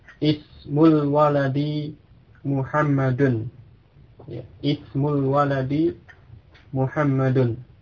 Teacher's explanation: di awal kalimat ini dibaca dengan jelas hamzahnya, ismu, diucapkan.